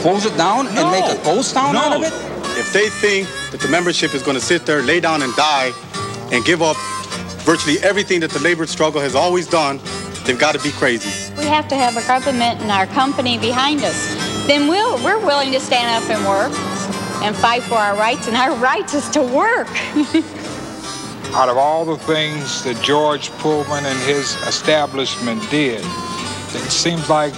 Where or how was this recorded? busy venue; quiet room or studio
busy venue